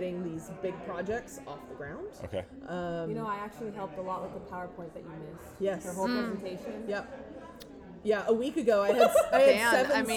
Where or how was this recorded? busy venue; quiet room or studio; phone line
busy venue